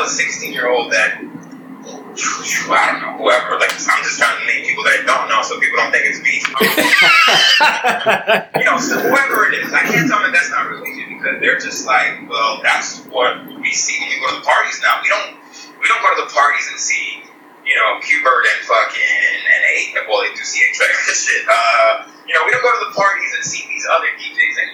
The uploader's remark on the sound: we apologize for the audio quality, as our call recording app failed on us and we had to recover the audio from a background recording